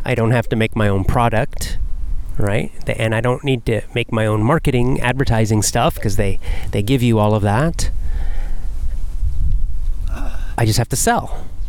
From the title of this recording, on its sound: Walk n Talk